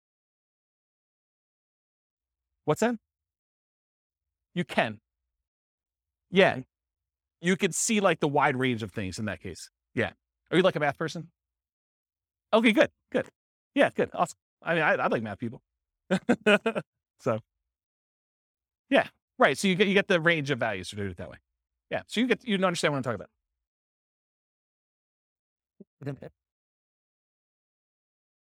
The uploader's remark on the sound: This was a live class recorded